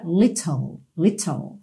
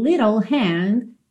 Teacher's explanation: Esse little aí ganhou rarara, essa pronúncia rarara, nos dois T's · Shown in: second take